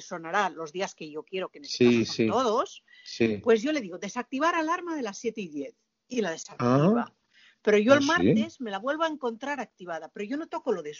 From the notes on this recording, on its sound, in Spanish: A pesar del actual Estado de confinamiento debido a la cuarentena por la pandemia del Covid-19. En esta ocasión se ha realizado de forma virtual, a través de un chat grupal de Skype.